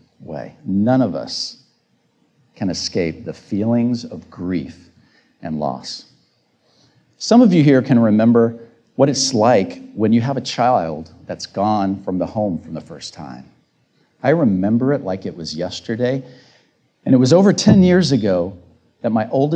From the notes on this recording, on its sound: This episode features the audio of my recent Tedx Talk with a brief intro.